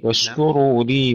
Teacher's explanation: ادفع اللام نعم حتى تفصل الكلمتين، دفع في الصوت